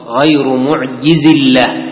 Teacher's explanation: وإذا وصلت تقول غير معجز الله من غير إثبات الياء.